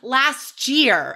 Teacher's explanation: So it becomes last year and it becomes like a CH sound almost.